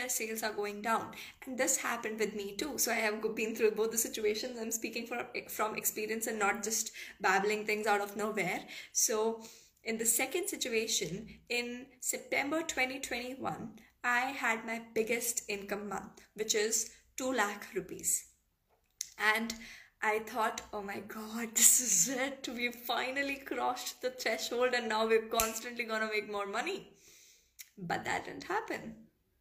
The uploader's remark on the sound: This podcast is the audio from an Instagram Live